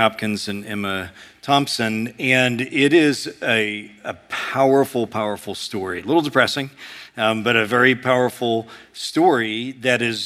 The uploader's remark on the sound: A sermon preached at Sojourn East